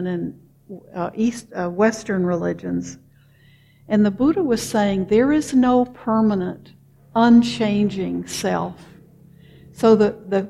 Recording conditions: large echoing room